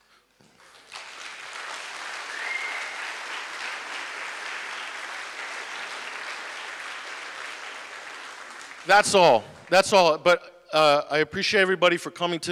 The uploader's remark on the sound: talk at the Media on Trial event, October 19th, 2017